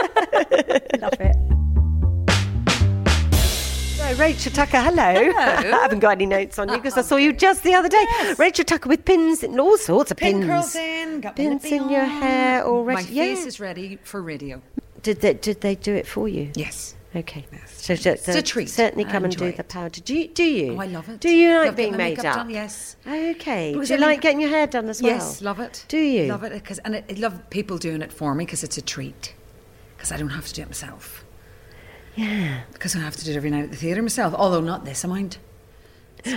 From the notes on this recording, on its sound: Backstage at the Magic At The Musicals. Talking to performers back stage at the Royal Albert Hall.